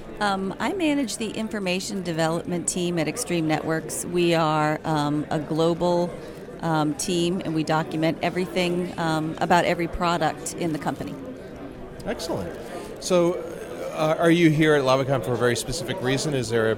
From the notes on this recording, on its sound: interviews attendees and vendors at LavaCon 2018